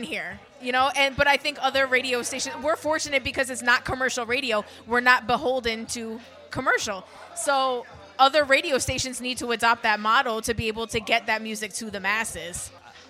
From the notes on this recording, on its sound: on location from the Holiday Stop & Shop vendor event